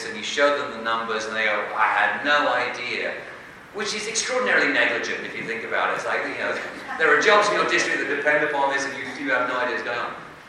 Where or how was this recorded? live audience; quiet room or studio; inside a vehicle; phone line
live audience